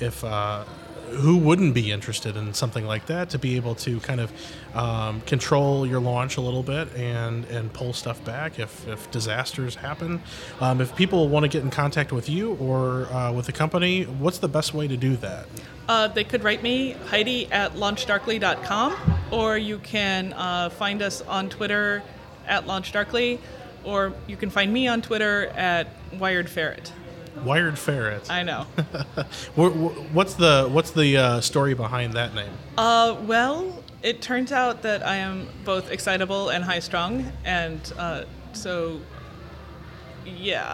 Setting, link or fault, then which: setting, busy venue